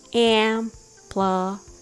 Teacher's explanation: Make sure to stress the first syllable am. The next syllable is short pl pl am ampla, ample, And the last syllable is fi, amplify, amplify.